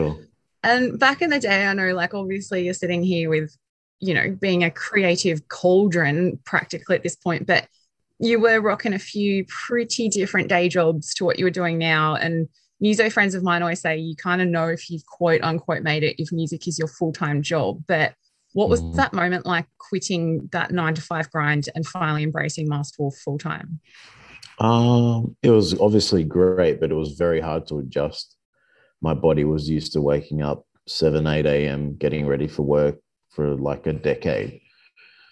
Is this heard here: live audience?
no